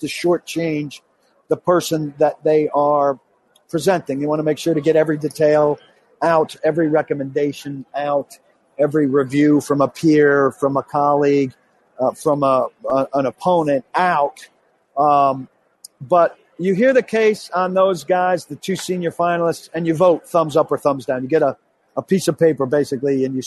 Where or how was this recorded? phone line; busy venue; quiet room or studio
busy venue